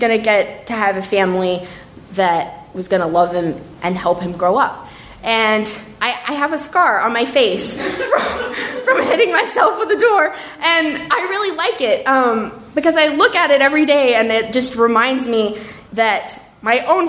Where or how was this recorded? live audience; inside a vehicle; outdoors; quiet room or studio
live audience